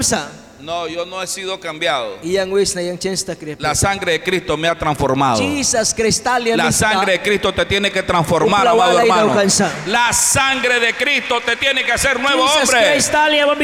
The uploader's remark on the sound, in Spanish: en vivo desde la Iglesia Torre Fuerte en Bilwi, Puerto Cabezas Nicaragua